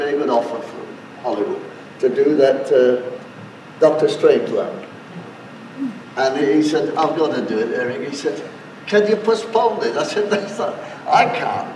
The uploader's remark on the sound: this is an archive recording and therefore the sound quality is poor